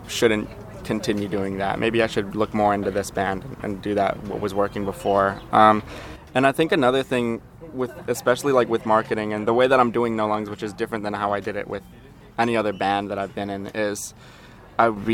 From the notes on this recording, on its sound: drink coffee at The Coffee Shop